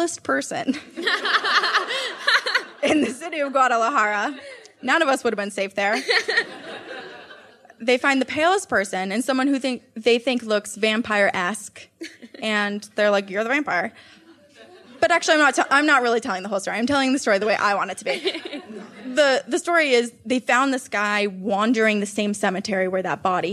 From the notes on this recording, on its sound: Live from Laugh Boston. We got through another live show without tripping on stage AND we made Laugh Boston haunted.